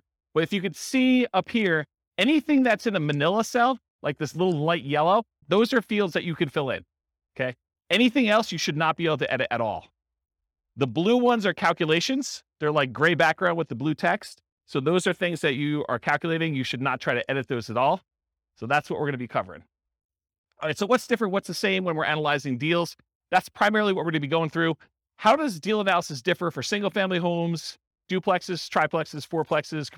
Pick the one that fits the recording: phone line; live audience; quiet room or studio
live audience